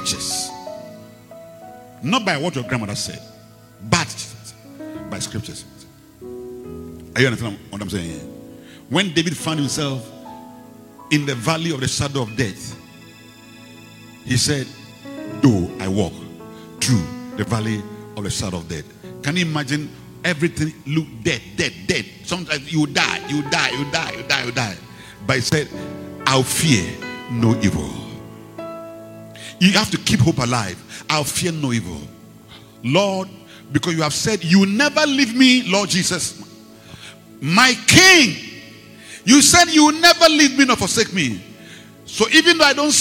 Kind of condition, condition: setting, large echoing room